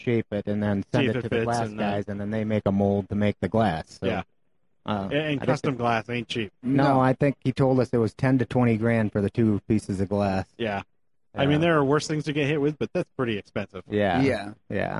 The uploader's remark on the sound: Live again from the SEMA 2018 show floor on the Magnaflow stage.